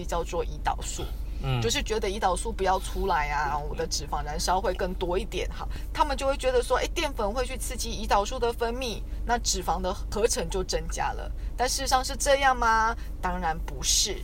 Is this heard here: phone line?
no